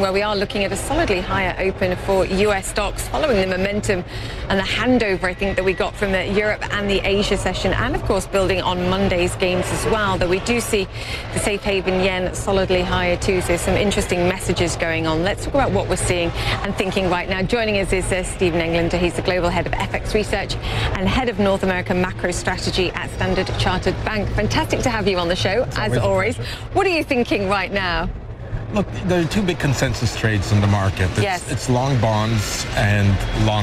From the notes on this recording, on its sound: live from the New York Stock Exchange